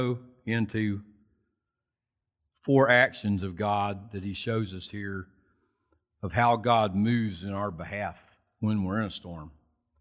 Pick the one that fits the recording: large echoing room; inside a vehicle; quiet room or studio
large echoing room